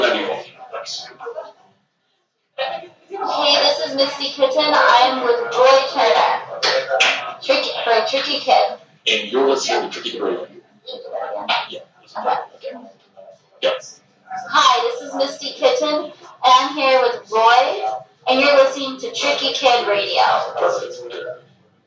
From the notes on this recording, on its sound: Recorded in Las Vegas at the AVN Expo &#38; Awards 2016 at the Hard Rock Hotel &#38; Casino. Recorded in Las Vegas at the AVN Expo & Awards 2016 at the Hard Rock Hotel & Casino.